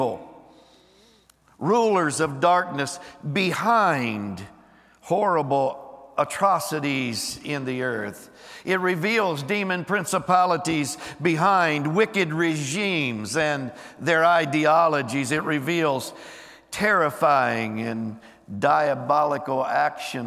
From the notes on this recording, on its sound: Recorded live on 11/12/23.